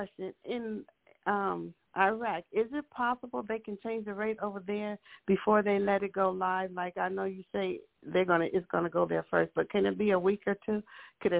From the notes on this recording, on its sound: TNTSuperfantastic Conference Call.